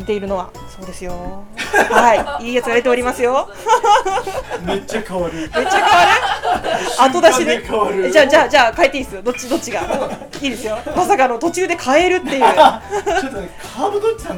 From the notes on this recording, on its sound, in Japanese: 水天宮アフリカーさんにて公開収録。世界のアルバリーニョを飲もうの会。